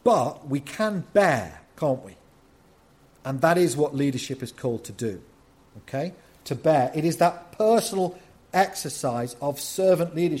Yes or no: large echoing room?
yes